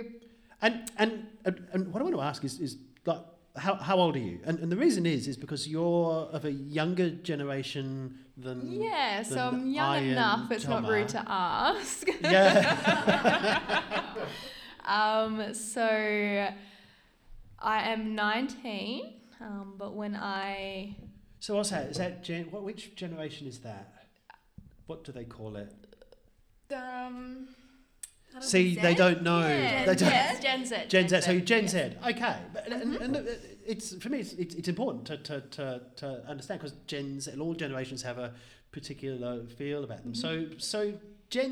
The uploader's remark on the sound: Travelled to various communities in Australia, to record multiple episodes of the Palaeo Jam podcast for National Science Week. Recorded in Naracoorte, South Australia, in front of a live audience.